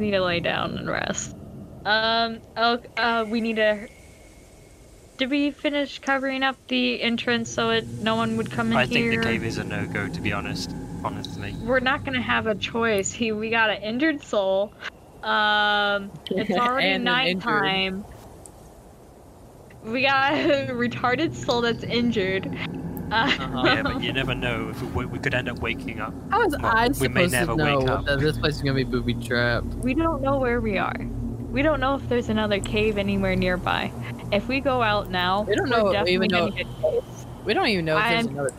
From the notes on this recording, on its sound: weird noises keep coming from outside.